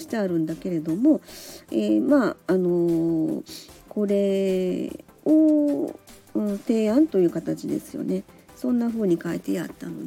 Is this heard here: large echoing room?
no